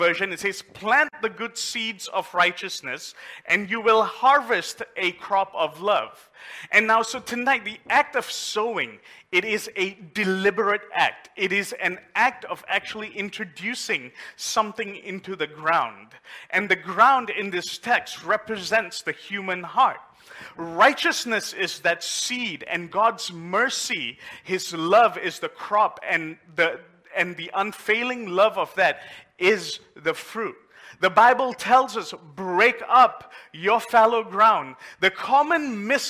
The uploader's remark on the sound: A message preached during our Mid week service